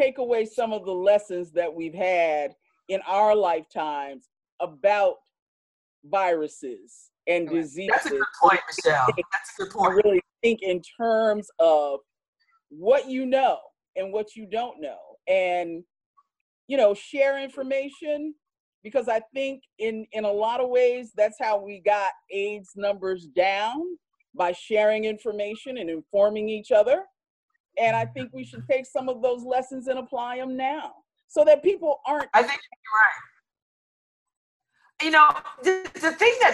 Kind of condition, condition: link, video call